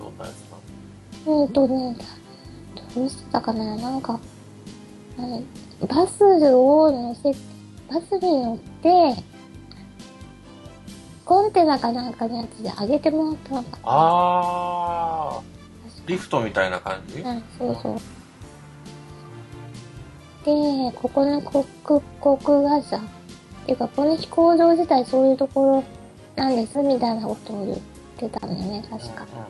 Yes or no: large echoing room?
no